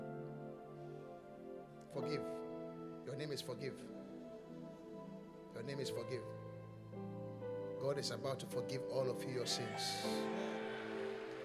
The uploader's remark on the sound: Preached at the Qodesh